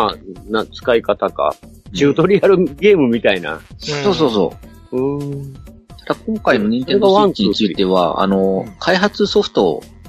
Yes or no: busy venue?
no